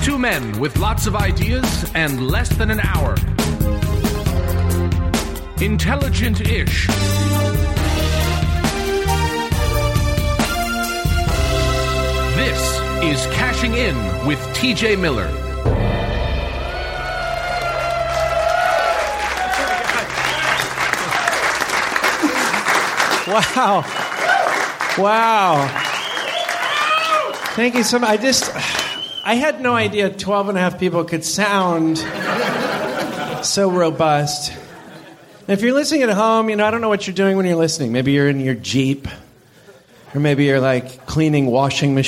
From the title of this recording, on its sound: Live from Skyline Comedy Cafe!